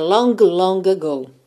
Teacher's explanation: Na primeira, eu não me preocupo muito em marcar esse G, porque ela me atrasaria. · na segunda eu uso esse G para ligar na vogal A, longa, long ago.